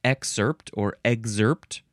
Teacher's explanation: I pronounce with an emphasis on the first syllable